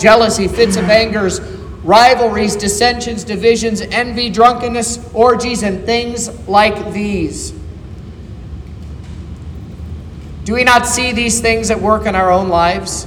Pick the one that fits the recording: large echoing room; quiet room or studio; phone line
large echoing room